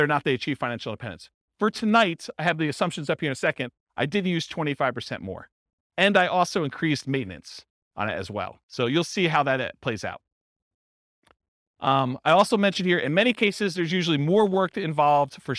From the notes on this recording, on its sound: This was a live class recorded